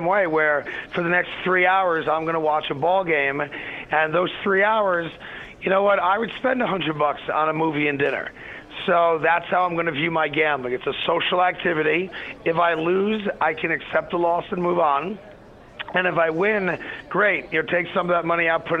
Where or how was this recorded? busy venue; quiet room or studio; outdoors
busy venue